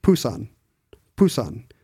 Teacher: There's no puff of air, but it's still closer to our voiced, unvoiced p than it is to our unvoiced b.